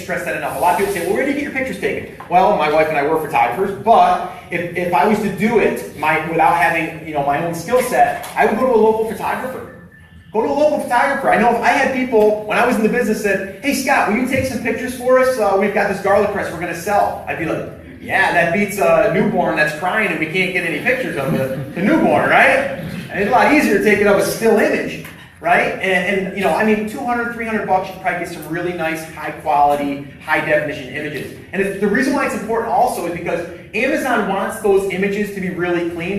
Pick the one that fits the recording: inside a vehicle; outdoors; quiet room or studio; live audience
live audience